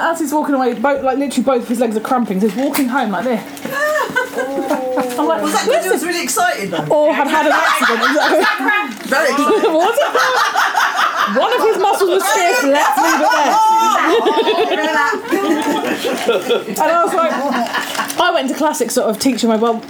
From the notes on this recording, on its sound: Perryley Craft Gin are based in Old Coulsdon. The team spent the evening there and sat under a gazebo outside their local distillery.